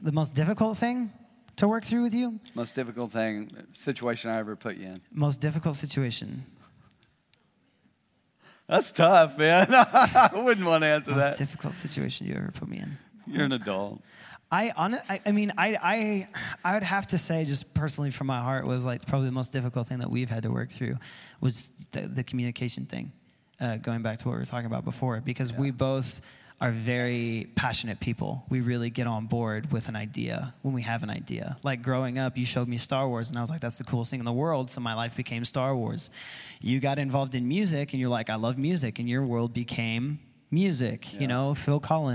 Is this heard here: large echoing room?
yes